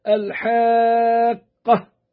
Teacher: الحاء بالألف، الحاقة، وجده في تشديد القاف بعدها الحاقة، واستقراره بالانتهاء بالتاء المربوطة التي تنطق هاء ساكنة